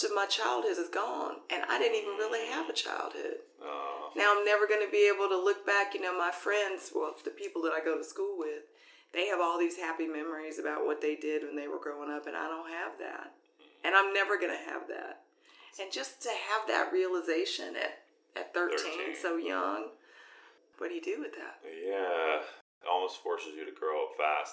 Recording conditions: poor sound quality